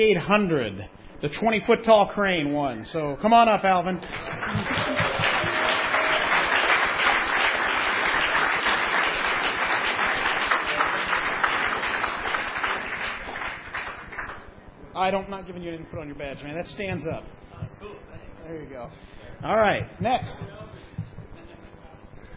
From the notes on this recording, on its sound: A complete recording of the awards show from BrickFest 2006. A complete recording of the awards show from BrickFest 2006... Well, almost complete...